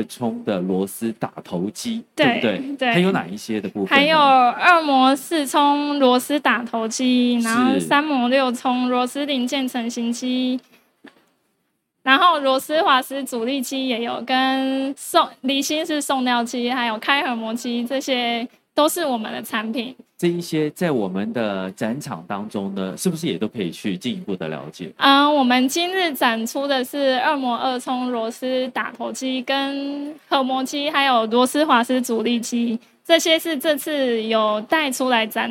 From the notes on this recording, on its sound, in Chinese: 本集節目首次於2023年台灣國際扣件展（FASTENER TAIWAN 2023）5月3日至5月5日高雄展覽館現場錄製